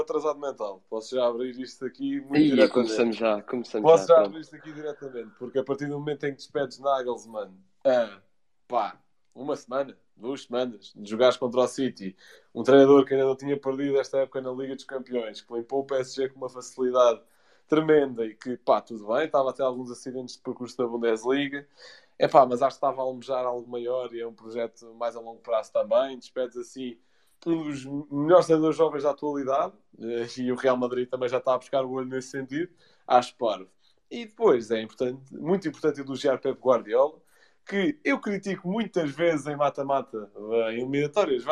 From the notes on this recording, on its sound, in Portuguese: Os Spaces 78 são conversas áudio no Twitter do projeto 78.